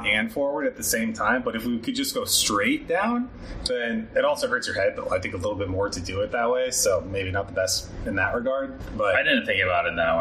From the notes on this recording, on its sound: In this episode, we host our first-ever recording in person while on our trip to Colombia! With that in mind, we did want to let you know the audio quality isn't great.